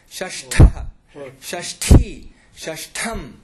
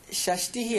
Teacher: षष्ठः, षष्ठी, षष्ठम् इति महाप्राणः. यतोहि तत्र यत्र षष्टिः अस्ति तत्र अपप्राणः अस्ति